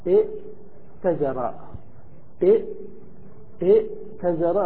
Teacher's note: فتجتمع همزتان، الأولى مكسورة والثانية ساكنة